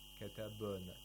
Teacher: we have to observe the tarqiq of the ba, the thinness of the ba. We don't say katabana.